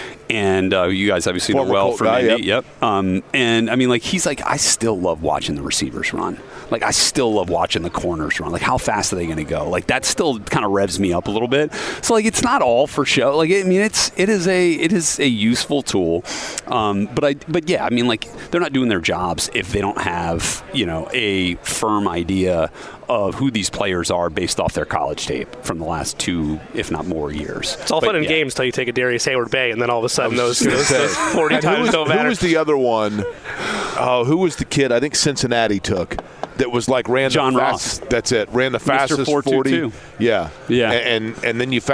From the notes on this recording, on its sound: live from radio row at the NFL Combine